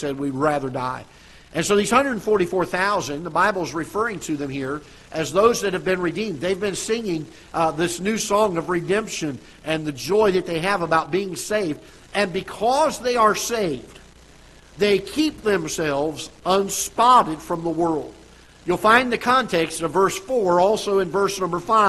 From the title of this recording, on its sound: Ketha Heights Baptist Church ~ Live Broadcast